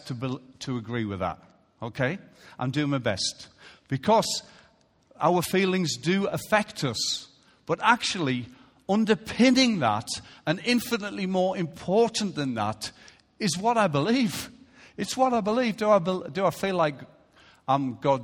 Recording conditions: large echoing room